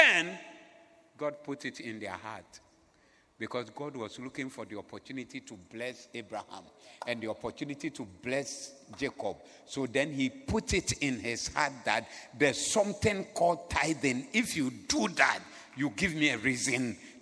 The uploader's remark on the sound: Preached at the Zeloo Service